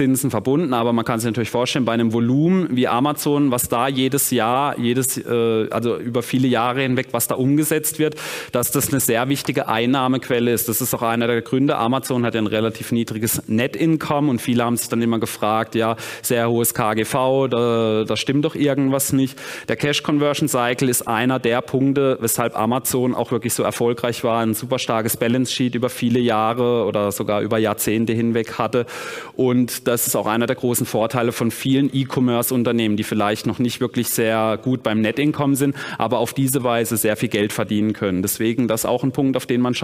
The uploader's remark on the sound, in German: Vortrag auf der Invest